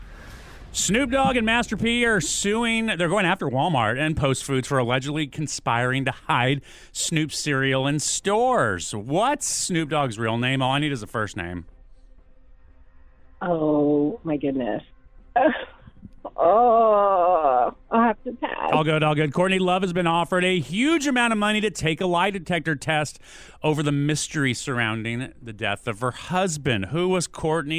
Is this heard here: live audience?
no